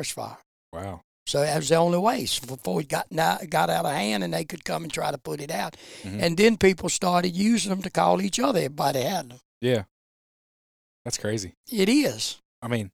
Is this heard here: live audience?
no